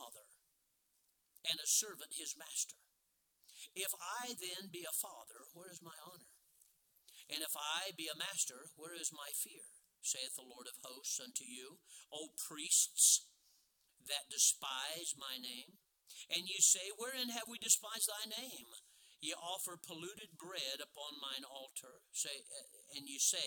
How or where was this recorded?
large echoing room